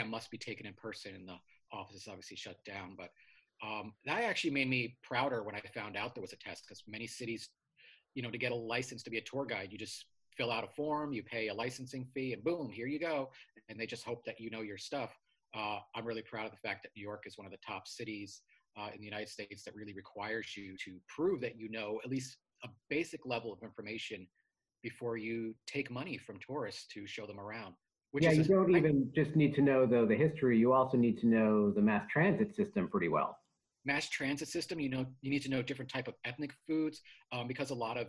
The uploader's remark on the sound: They chatted via Zoom.